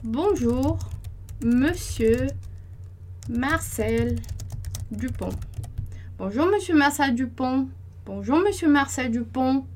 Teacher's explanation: o pont vai ser, vou dar uma ênfase ali no pont, porque a minha frase acaba ali. Então, o francês tem isso, a gente chama de final da unidade de sentido, a marcação da unidade de sentido.